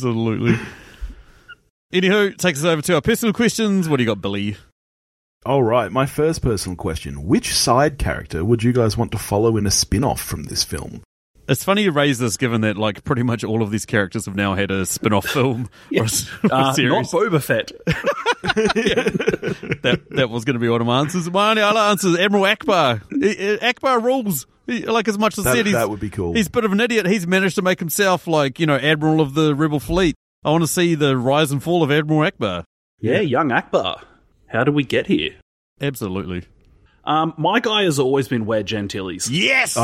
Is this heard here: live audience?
no